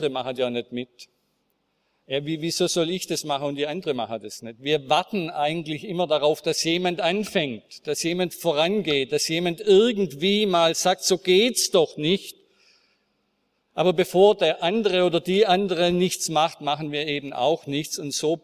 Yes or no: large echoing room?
yes